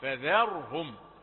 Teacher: ذا ذال رقيقة والراء ملاصقة لها لكنها مفخمة